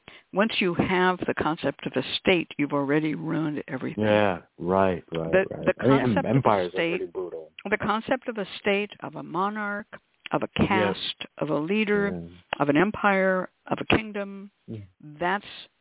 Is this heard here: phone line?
yes